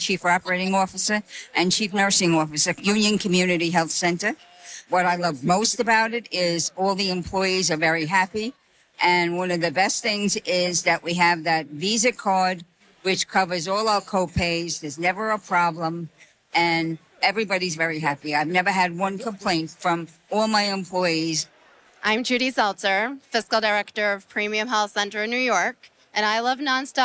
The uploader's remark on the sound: impromptu conversations on the floor at the 2023 Community Health Institute (CHI) & Expo Conference in San Diego, CA